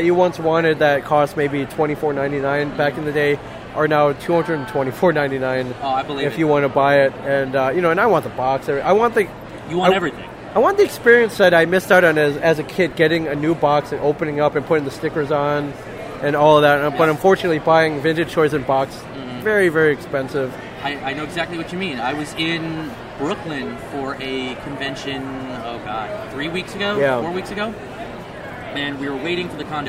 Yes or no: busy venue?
yes